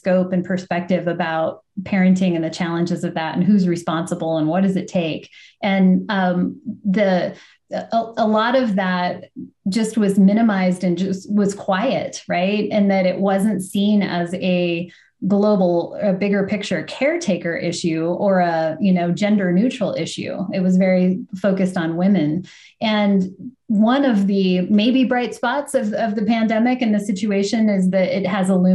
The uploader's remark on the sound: Think of it as a video podcast with a live interactive audience.